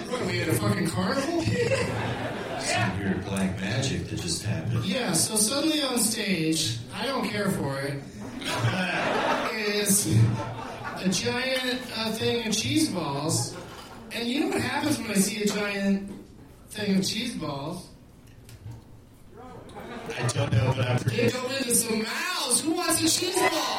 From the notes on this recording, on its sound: Live from Zanies Comedy Night Club in Nashville